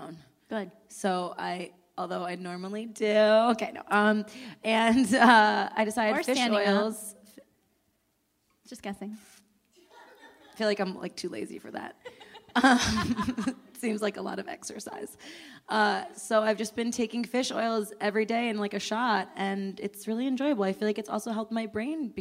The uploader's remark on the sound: TSR LIVE! at the Rialto Theater. Bringing their show to an Urban Outfitters and recording live at the historic downtown LA Rialto Theatre location!